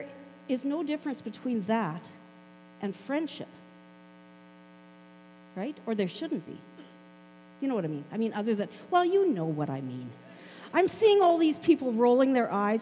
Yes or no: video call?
no